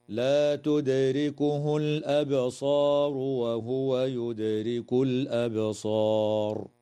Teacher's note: تقلقل الدال في كلمة تدركه وفي كلمة يدرك، وكذا تقلقل الباء في كلمة الأبصار في الموضعين، وتظهر لام التعريف في هذه الكلمة في موضعيها.